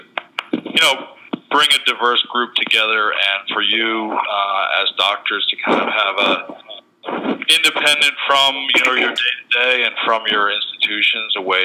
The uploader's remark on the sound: Medical Innovation Summit Q&A Conference Call